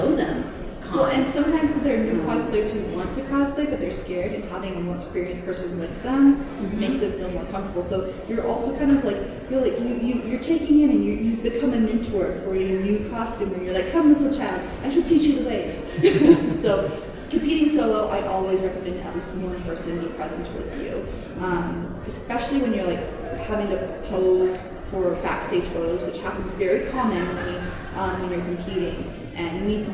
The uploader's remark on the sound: Wild Wild West Con 11 Panel. Recorded live at Wild Wild West Con at Casin Del Sol. Im Ballroom E.